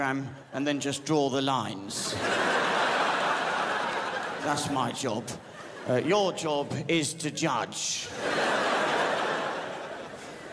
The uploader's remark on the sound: The 2015 Melbourne International Comedy Festival Gala